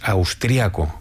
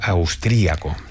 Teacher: Las dos valen, tanto austriaco como austríaco, y lo escribiremos sin tilde en el primer caso y con tilde en la I en el segundo. En España normalmente decimos austriaco, con el acento prosódico en la segunda A, pero en otros países es más habitual austríaco.